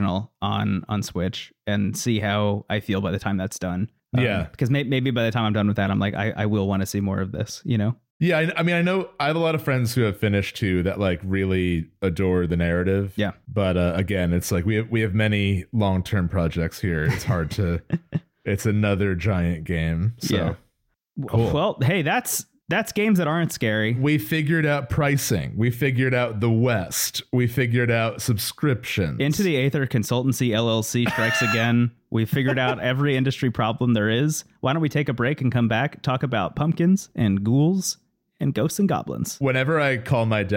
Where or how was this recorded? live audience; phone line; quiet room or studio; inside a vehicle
quiet room or studio